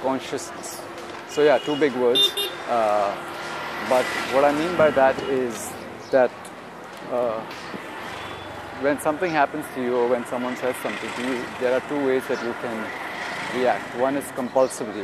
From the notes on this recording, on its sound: Walking in Vile Parle. Walking near a lovely vegetable market.